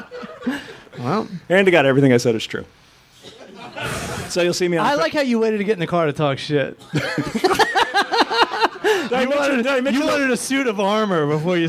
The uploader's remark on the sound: LIVE from the LA Podcast Festival!